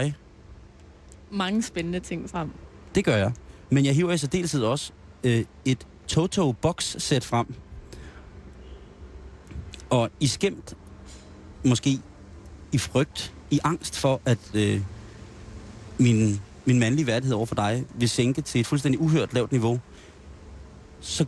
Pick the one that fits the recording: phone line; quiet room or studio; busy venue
busy venue